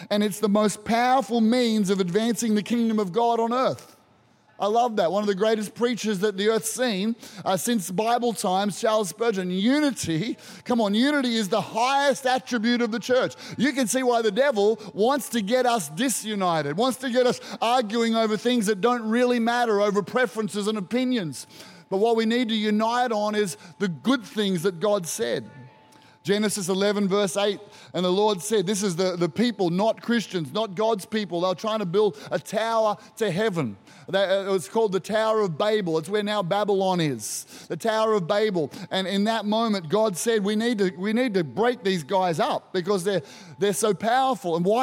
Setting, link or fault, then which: setting, large echoing room